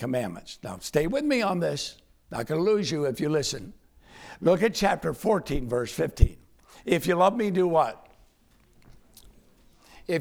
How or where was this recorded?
large echoing room